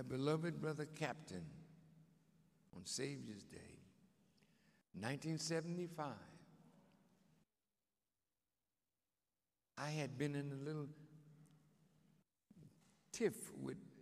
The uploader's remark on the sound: Live Recording